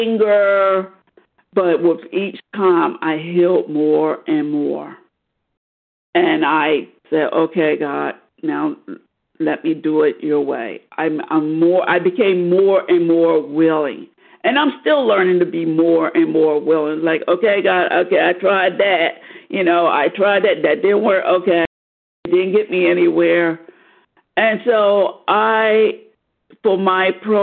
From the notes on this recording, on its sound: 100 Pounders Phone Meeting